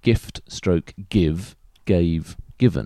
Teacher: In that set of words, the F is voiceless next to the voiceless T in gift. But when it's between two vowels in the other words, it's pronounced as the voiced V.